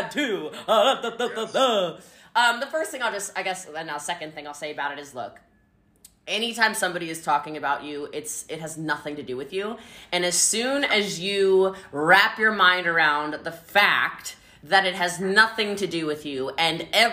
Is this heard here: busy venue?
no